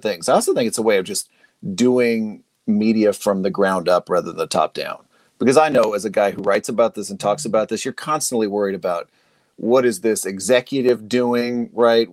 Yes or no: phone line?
no